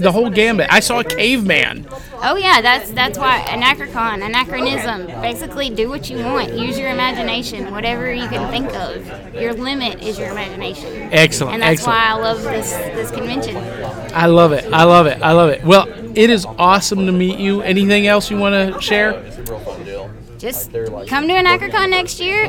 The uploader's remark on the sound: Live from Anachrocon in Atlanta Georgia!